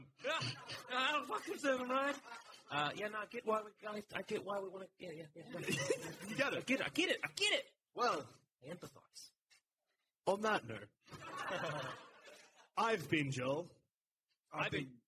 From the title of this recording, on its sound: LIVE!